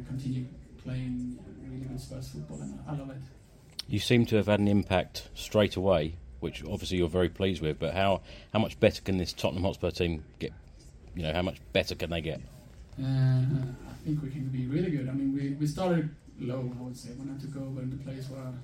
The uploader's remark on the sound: POST MATCH PRESS CONFERENCE